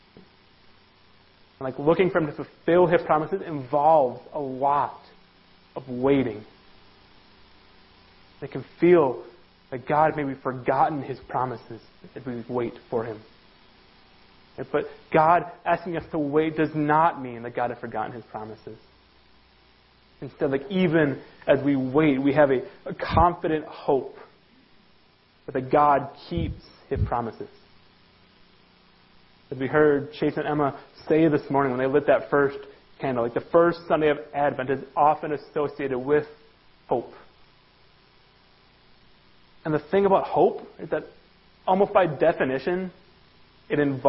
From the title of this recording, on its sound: Worship Service - Audio